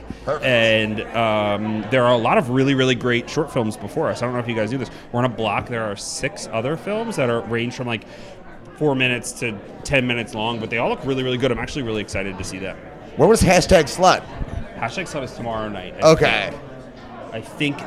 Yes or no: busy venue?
yes